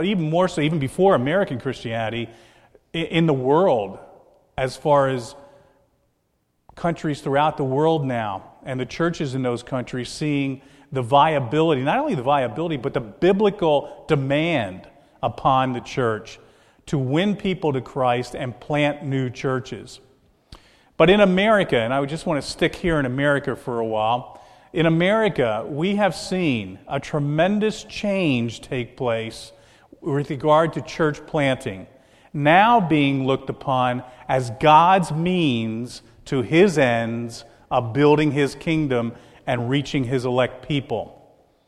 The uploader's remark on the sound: This is a message recorded at the Lebanon Bible Fellowship Church, in Lebanon, PA, on 8/3/2014 during the evening service